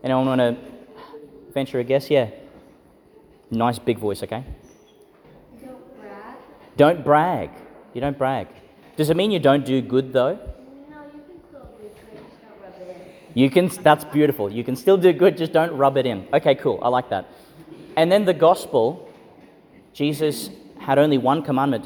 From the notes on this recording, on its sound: Homily delivered for St Francis of Assisi's Sporting Houses School Liturgy (Feast of Saint Clare of Assisi), in St Peter Chanel Church, Tannum Sands, Qld.